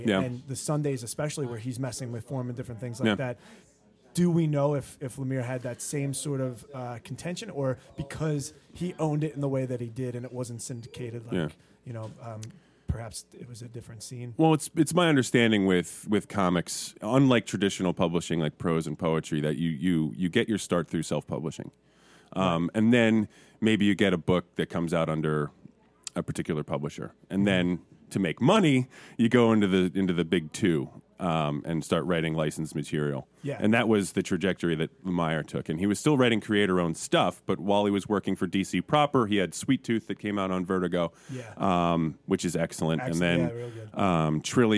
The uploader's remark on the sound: This month we're live and remote at the specatacular comic shop Hero Complex in Manayunk, PA.